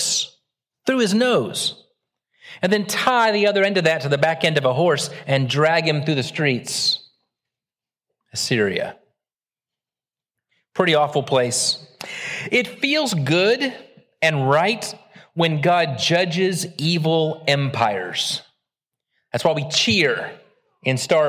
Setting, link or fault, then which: setting, large echoing room